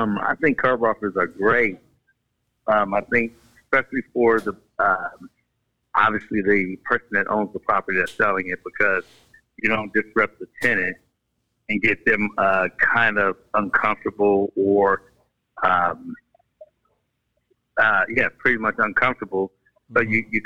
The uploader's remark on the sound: IN THIS EPISODE WE HAVE TWO SPECIAL GUEST CALL